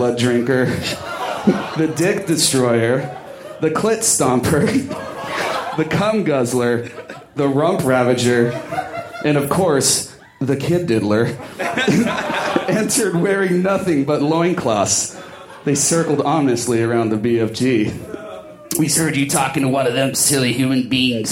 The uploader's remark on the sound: Recorded at the Doug Fir Lounge in Portland, OR on Aug 24, 2014.